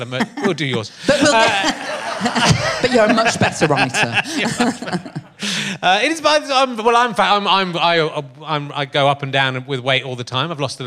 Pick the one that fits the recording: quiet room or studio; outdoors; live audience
live audience